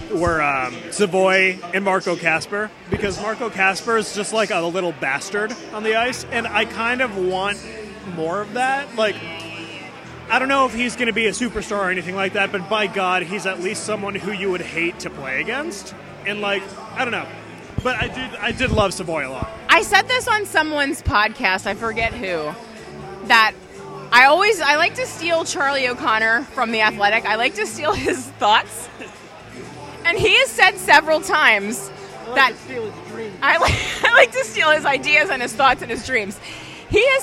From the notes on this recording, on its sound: Live(ish) from the 2022 Draft Party.